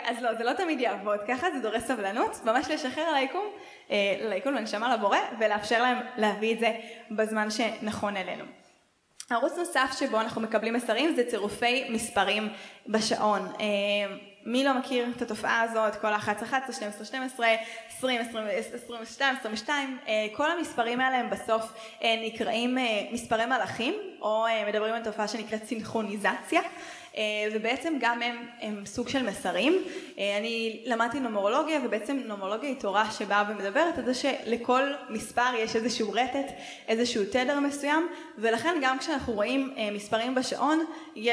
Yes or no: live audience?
yes